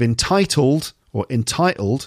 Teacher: In the case of entitled or entitled, we pronounce the first T because it's in the stressed syllable. The second T becomes a glottal stop because it's in the unstressed syllable and follows a vowel sound.